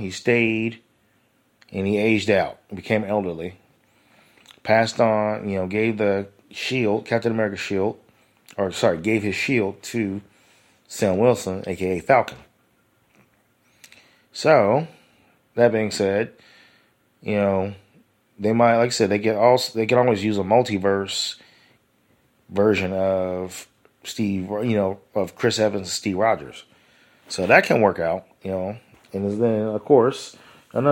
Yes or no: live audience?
no